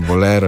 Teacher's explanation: bolero je s širokim E-jem, ker je E pred R · Term: široki E